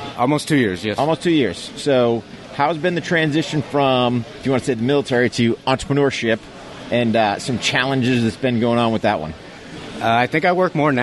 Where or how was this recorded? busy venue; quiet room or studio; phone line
busy venue